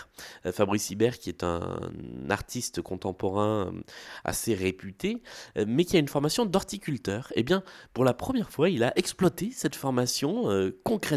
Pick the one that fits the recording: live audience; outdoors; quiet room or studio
quiet room or studio